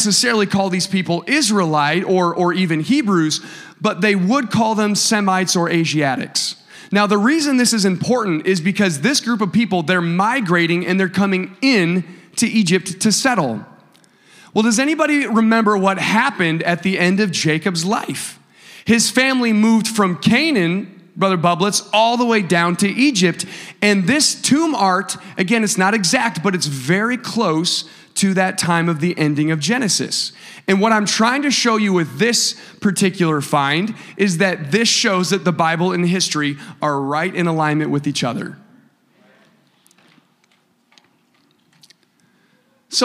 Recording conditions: large echoing room